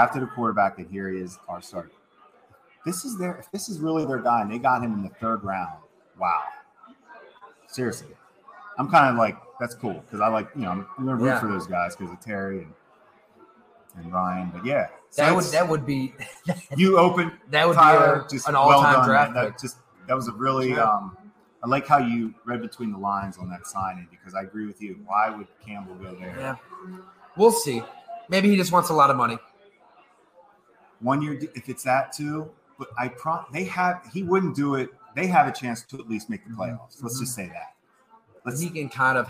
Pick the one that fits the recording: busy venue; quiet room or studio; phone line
busy venue